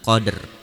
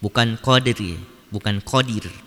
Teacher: Di sini ada qalqalah lagi, yaitu huruf dal yang berharokat sukun dan juga dengan ro yang dibaca tebal. · Shown in: first take · Karena ro-nya disukunkan dan sebelumnya berharokat sukun, kemudian sebelumnya lagi berharokat fathah, dan ini dibaca tebal, qadr.